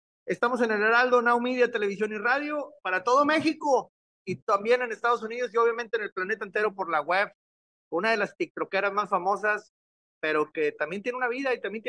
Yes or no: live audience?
no